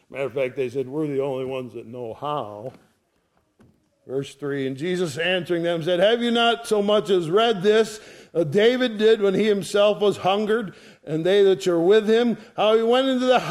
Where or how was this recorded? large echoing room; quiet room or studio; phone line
large echoing room